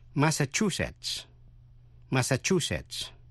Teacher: Nhấn mạnh vần thứ ba.